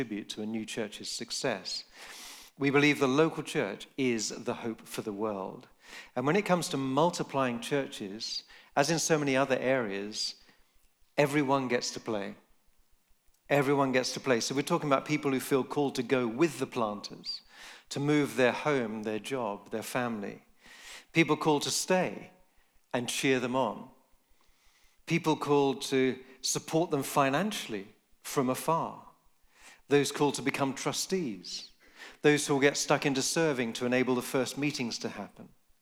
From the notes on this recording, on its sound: Recorded live in Nottingham at the Vineyard Leaders' Gathering 2023.